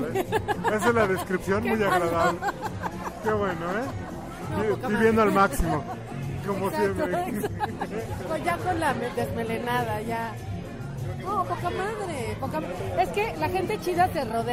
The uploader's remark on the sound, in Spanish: Regresamos a nuestros orígines, nos fuimos a una cantina y prendimos la grabadora.